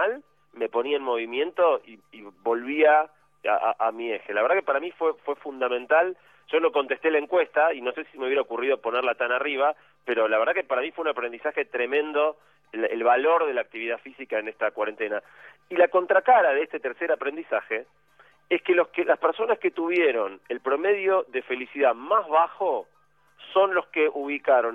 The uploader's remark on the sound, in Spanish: Perdón por la calidad del audio, pero esta vez tuve que hacer la columna por teléfono desde Bariloche, donde estaba por el eclipse de total de sol del día anterior.